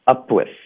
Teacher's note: 我们发 up 结尾要省略这个 p 的音，因为接下来是个辅音 w 的音， up 我们嘴唇合上导致一个停顿， up 从这儿呢我们就连发到 with，那你的嘴唇合上连发到 with 的时候呢很有可能就会爆破，在这个情况下呢我们爆破的时候不是刻意的想要爆一个 p 的音，它是一个自然的一个反应，所以如果你不刻意的送气呢你就会发的比较弱一点比较软一点，大家听一下这个音质效果最终是一个什么样， upwith，哎，这个音是一个 p 的音吗？它听起来像 p 还是 b 呢？是不是有点像 b 的音？然后这就是为什么很多的学生就说哦，老师 up 的 · Term: 连读